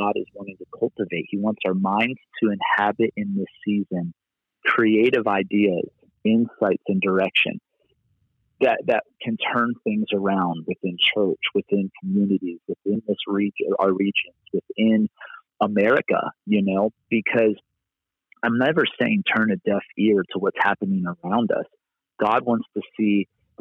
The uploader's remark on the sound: Location: Phone. On today show I have back with me on the phone.